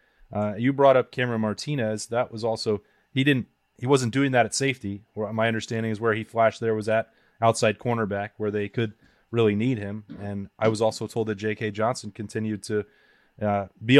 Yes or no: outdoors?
no